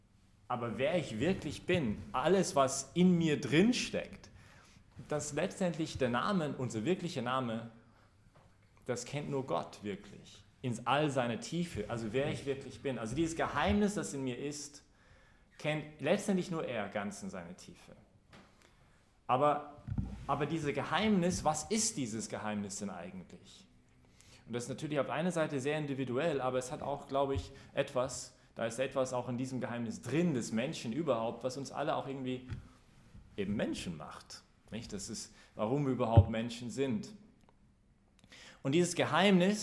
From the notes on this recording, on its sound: Predigt gestern bei der BeFree Messe im Zentrum Johannes Paul II: in Wien.